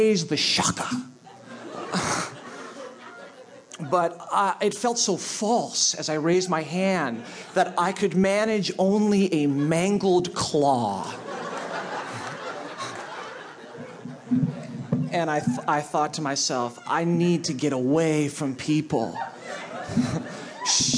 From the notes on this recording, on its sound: This piece was recorded at Un-Cabaret's series "Say the Word", featuring great comedy writers reading their own original first-person nonfiction.